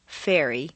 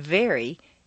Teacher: Although F and V are in exactly the same position, F is a hiss and V is a buzz. The V is the voiced pair of F, as you saw in Chapter 2.